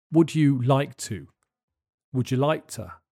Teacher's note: The K in like is often replaced by a glottal stop.